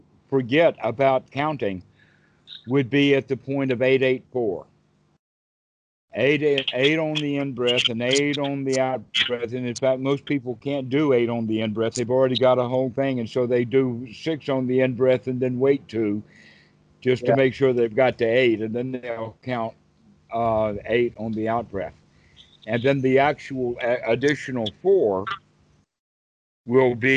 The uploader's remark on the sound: skype calls on this channel